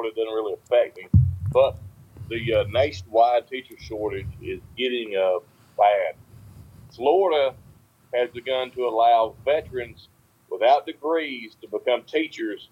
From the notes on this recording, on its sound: The first Recordings on the Patio. The first recordings that the guys ever made.